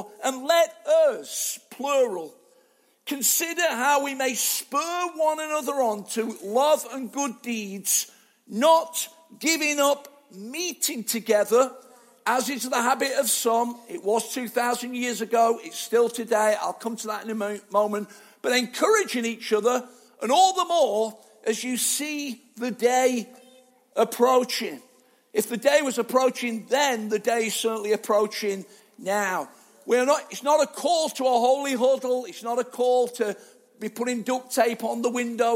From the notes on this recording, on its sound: Arena Church Ilkeston